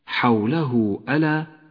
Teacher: مد الصلة الكبرى هاء الضمير وقبلها حرف متحرك وبعدها الهمزة لونت إشارة الصلة بالبرتقالي إشارة إلى جواز مدها بمقدار 2 حركات